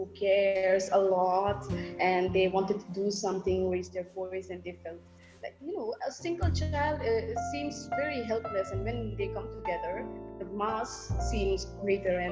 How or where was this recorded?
video call